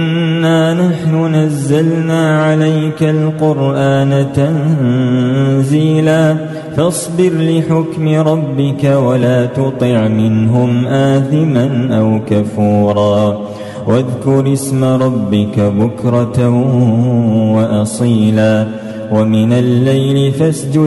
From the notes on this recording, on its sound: recorded at Green Lane Masjid, Birmingham, UK.